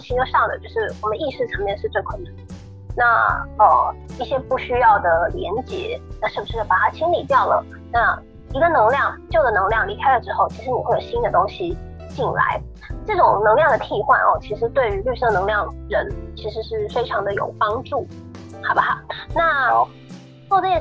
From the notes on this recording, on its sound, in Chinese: 本集節目採用遠端錄音，音質不佳請見諒